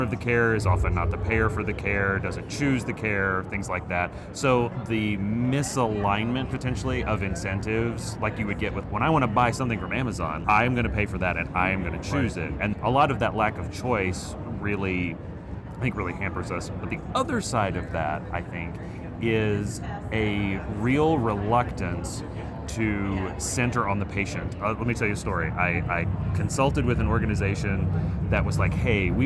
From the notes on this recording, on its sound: It’s an Interview in Action live from HLTH.